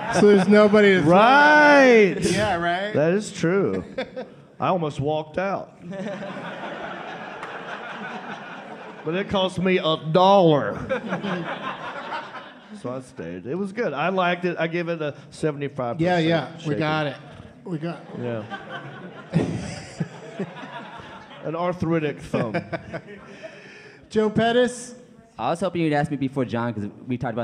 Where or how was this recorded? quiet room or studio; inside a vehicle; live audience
live audience